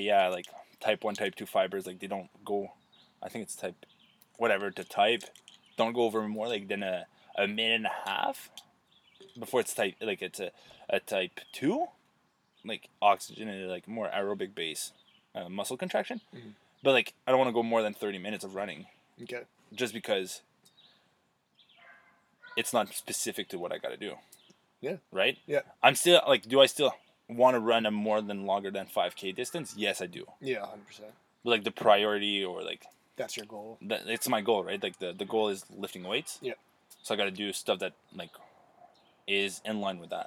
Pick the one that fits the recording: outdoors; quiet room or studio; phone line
outdoors